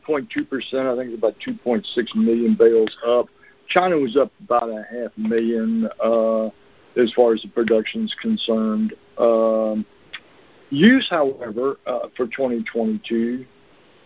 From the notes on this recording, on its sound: Monthly Conference Call.